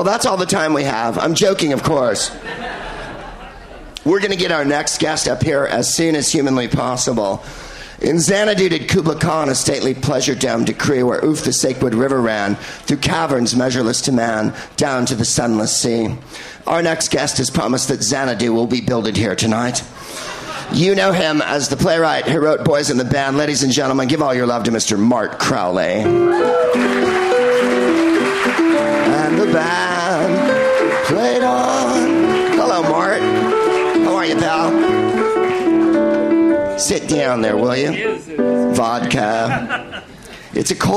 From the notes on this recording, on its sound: Live from Joe's Pub in New York City